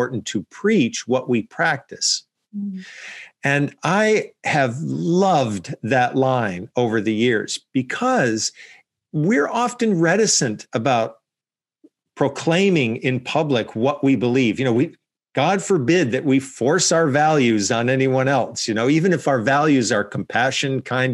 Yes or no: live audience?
no